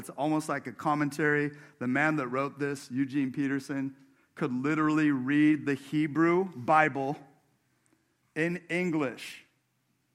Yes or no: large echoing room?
yes